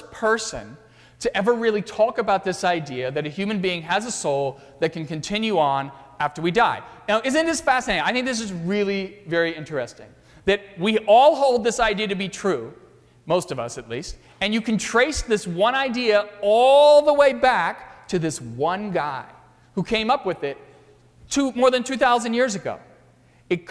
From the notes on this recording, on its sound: during the 9:30 AM service on Sunday April 29, 2018, at First Presbyterian Church of Arlington Heights, Illinois.